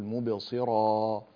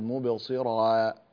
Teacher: فالألف هذه ألف العوض التي بعد الراء تفخم تبعا للراء · Shown in: first take · يعني الراء مفخمة لأنها مفتوحة، تقول مبصرا، الألف مفخمة، لا تقول مبصرا، ها انتبه من هذا.